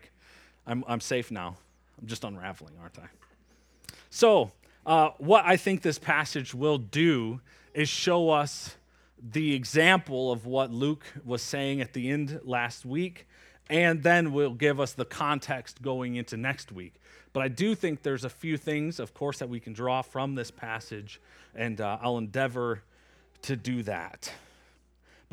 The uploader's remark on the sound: Preached from Acts 3 at Springbrook Church in Antigo, WI.